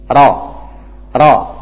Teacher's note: Nah, sebagian mengatakan tetap beramal, tetap ada tikrar getarnya ini. Akan tapi cukup sekali atau dua kali. · Term: takrir